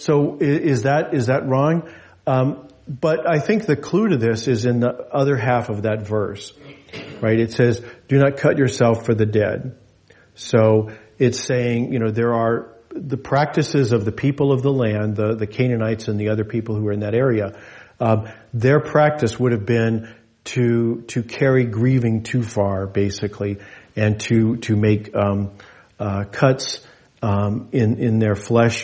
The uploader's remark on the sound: This message was delivered in gathered worship on Sunday, July 30, 2023 at Jewel Lake Parish in Anchorage, Alaska.